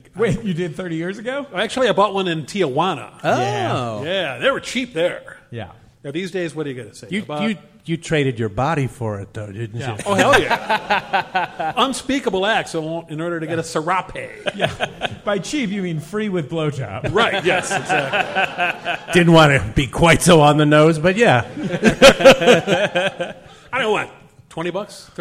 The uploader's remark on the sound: Live from Minneapolis and Chicago